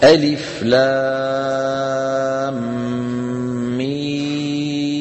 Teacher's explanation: لام ميم كل منهما يمد بمقدار 6 حركات، مد إيه؟ لازم كلمي.